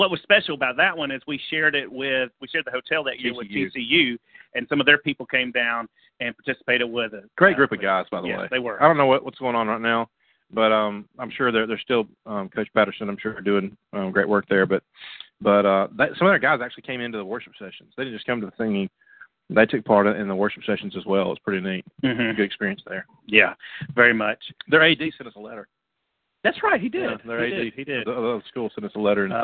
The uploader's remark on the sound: The Exposure Youth Camp call in show